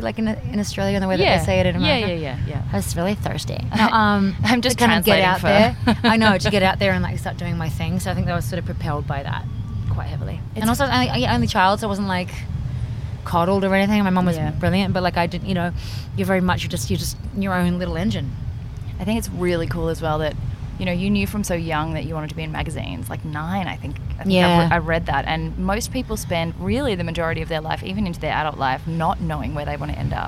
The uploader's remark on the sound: Enjoying the soothing sounds of the Caribbean ocean that we left in for your enjoyment, so there’s lots of random chatter and giggles.